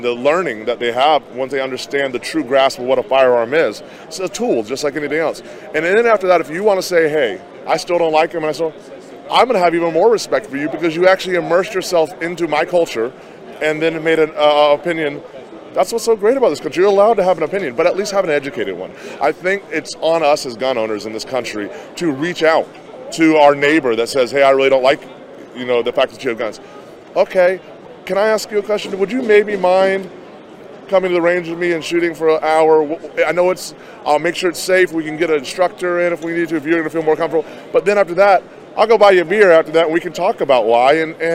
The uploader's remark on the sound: interviews vendors and attendees at the 2022 NRA Annual Meetings & Exhibits in Houston